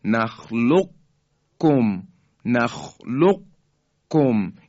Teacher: به این خاطر چون قاف درشتره میشه نخلق کم، نخلق کم، یه اثری از شدت و درشتی حرف قاف در اینجا باقی مونده